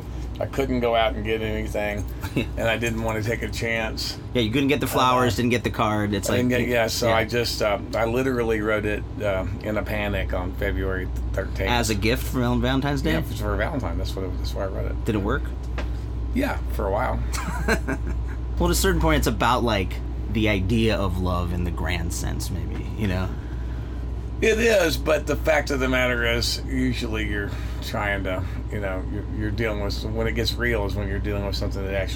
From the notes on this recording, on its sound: The conversation was recorded outside Romp Fest in Kentucky. Tour bus.